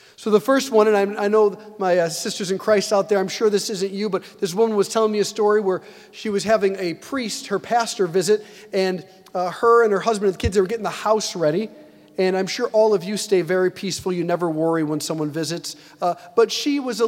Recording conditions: large echoing room